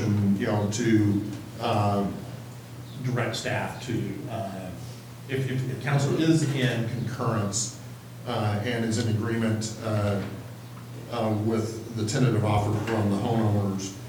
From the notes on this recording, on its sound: Live recording of the July 1, 2019 Astoria City Council meeting.